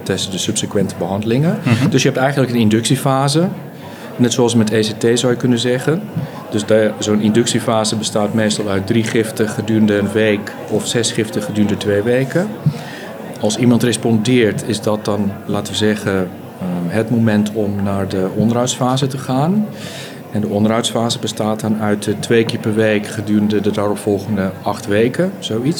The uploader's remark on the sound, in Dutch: Live vanaf het Nationaal Congres Farmacotherapie in de Psychiatrie. Live vanaf het Nationaal Congres Farmacotherapie in de Psychiatrie.